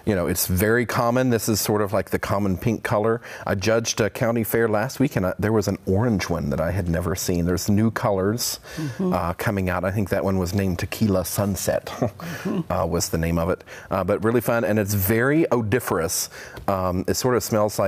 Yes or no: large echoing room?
no